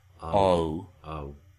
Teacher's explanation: you get oh, oh, which I suppose you could transcribe as a turned script A, the o sound, oh, oh.